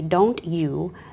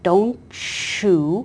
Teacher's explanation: that T and the Y together is going to make a ch as I move my tongue · Shown in: second take